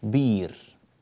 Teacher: وكذلك عندنا كلمة بئر، كلمة بئر، فكلمة بئر أيضا يبدلها ورش فيقول بير